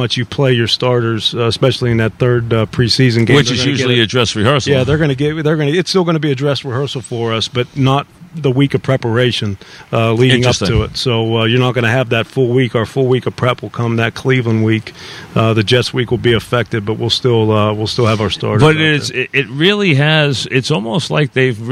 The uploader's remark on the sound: live from Giant camp